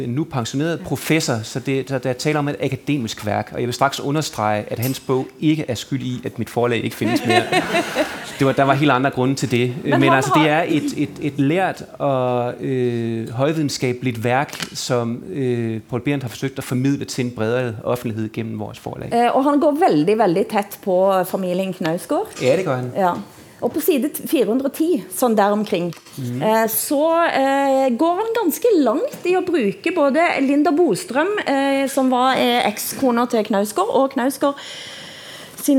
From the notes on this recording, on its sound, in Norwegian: Økonomifestival. Sted: Holmen bar, KÅKÅnomics 2019.